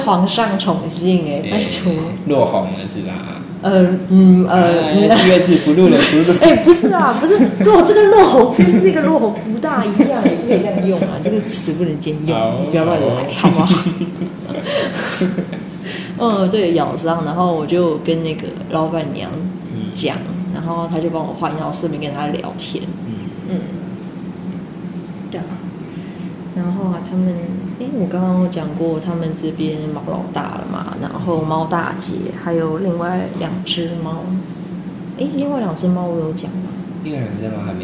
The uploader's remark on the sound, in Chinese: 這次來到外面錄音